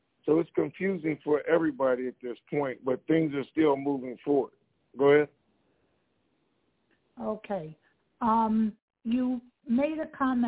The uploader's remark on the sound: Conference Call